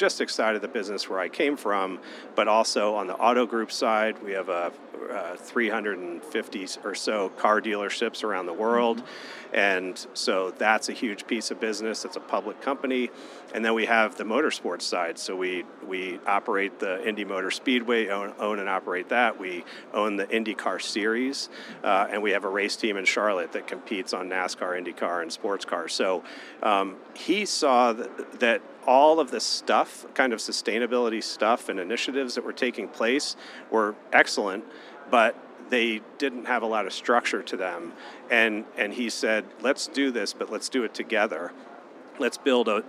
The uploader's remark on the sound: In this episode live from CES 2024